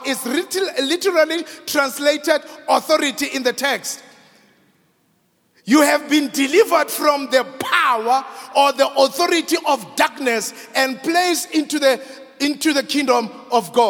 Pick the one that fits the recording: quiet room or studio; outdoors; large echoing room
large echoing room